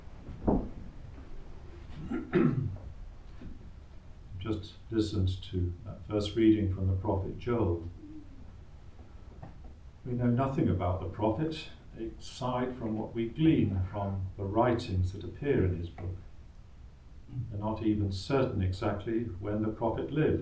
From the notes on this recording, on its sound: Recorded live at Southgate House on 14 February 2024.